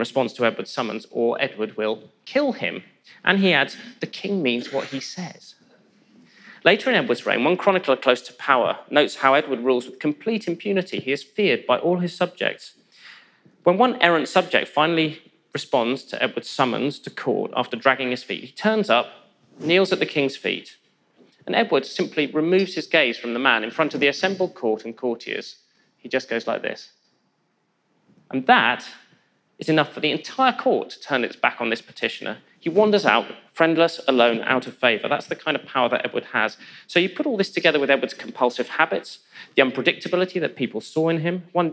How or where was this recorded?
live audience